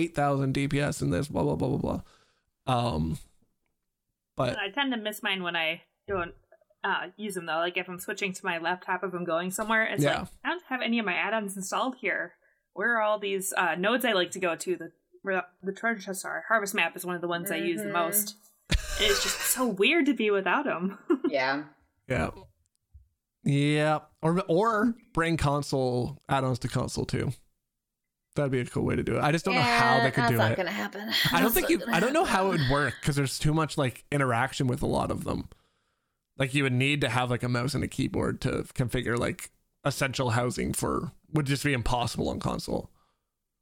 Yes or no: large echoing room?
no